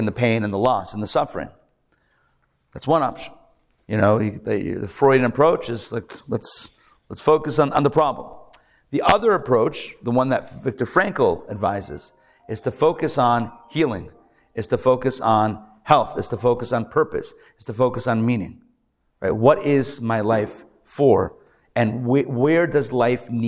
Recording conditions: live audience